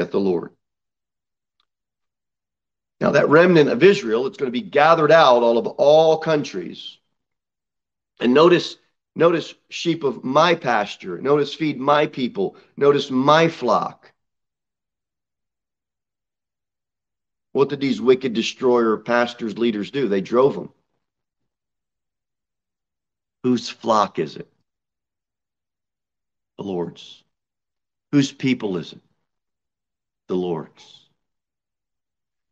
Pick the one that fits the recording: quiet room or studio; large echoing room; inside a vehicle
large echoing room